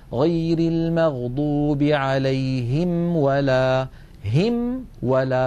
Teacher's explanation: الميم بانطباق الشفتين والواو بانضمامهما من غير انطباق مع بقاء فرجة إلى الأمام. مثلا غير في الفاتحة عندنا غير المغضوب عليهم ولا هم ولا، فلا بد من بيان هذه الميم التي أتى بعدها واو.